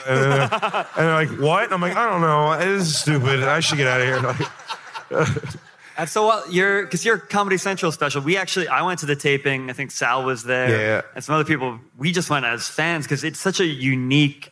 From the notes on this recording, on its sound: Recorded on the IJ Cruise in front of a live audience.